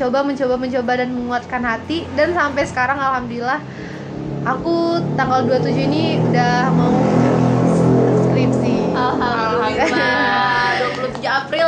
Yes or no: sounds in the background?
yes